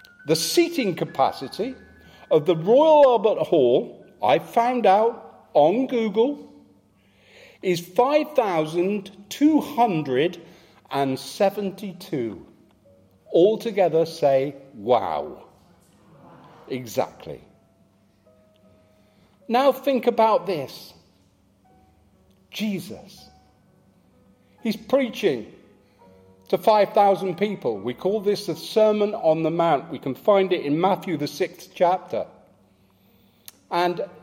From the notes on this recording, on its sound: Live from St Matthews